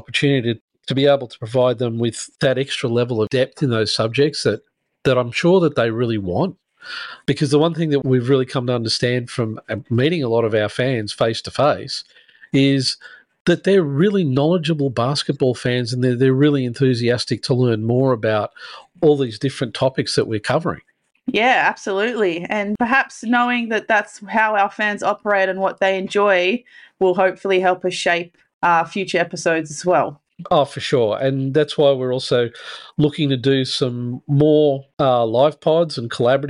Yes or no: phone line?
no